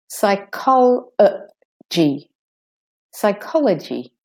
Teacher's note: So the second O is de-stressed. It's a weak form of the vowel.